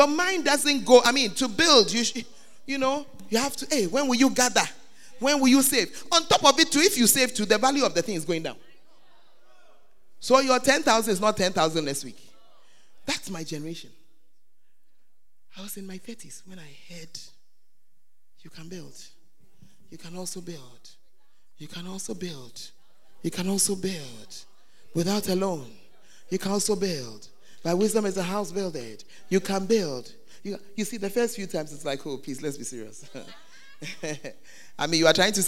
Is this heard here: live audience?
yes